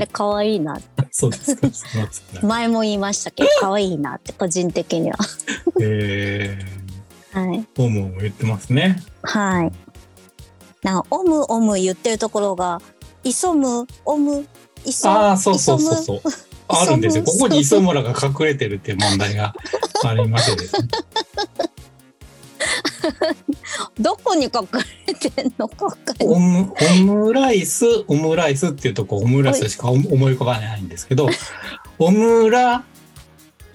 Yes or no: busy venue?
no